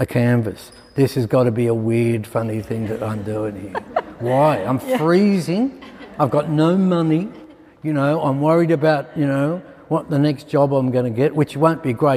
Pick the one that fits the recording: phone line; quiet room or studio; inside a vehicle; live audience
live audience